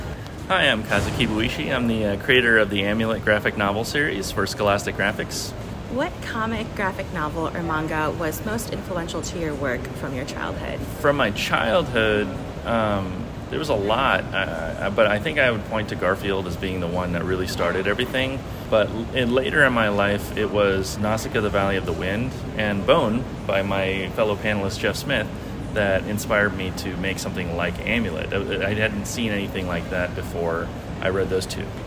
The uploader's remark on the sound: hits the halls of ALA’s 2023 Annual Conference and Exhibition in Chicago for rapid-fire interviews